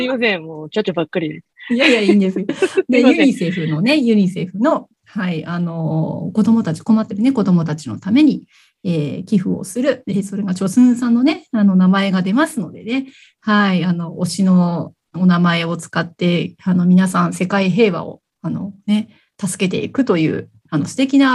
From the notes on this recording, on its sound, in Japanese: zoom座談会で語りました！